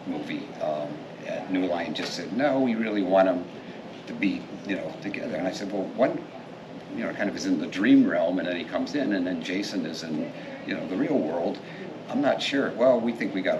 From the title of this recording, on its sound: Live From Pittsburgh's Horror Realm Con 2023